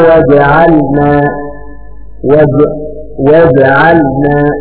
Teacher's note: حرف الجيم هنا يقلقل زي حرف الباء في كلمة إبراهيم قبل لأنه ساكن، حرف الجيم ما دام ساكن لابد من قلقلته كما حرف الطاء كما حرف الباء كما حرف الجيم كما حرف القاء.